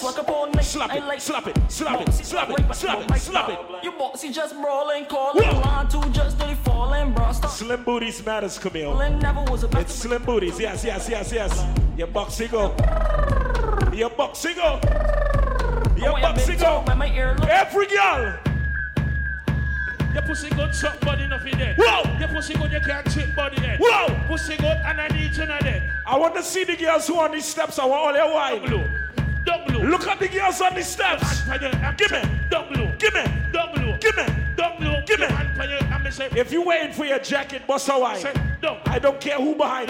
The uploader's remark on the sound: Live At Blossom Midnight Brunch